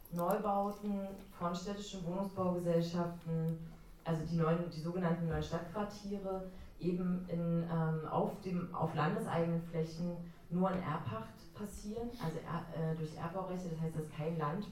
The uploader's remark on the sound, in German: Audiomitschnitt der Veranstaltung vom 24.01.2018.